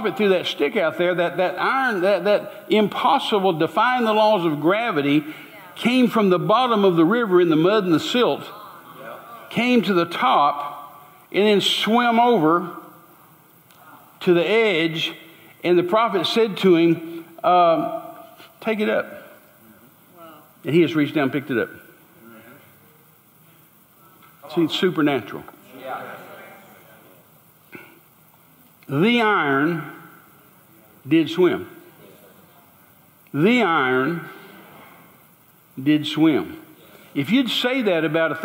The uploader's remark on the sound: Recorded LIVE at Church on the Rock, Georgetown, Tx.